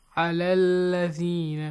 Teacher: Mad letter plus Hamzatul Wasl. If you want to skip Hamzatul Wasl, you have to skip the mad sound as well.